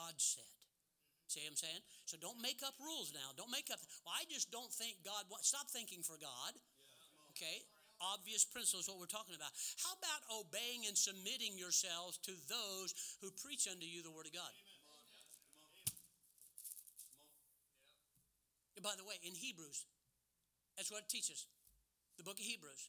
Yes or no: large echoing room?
yes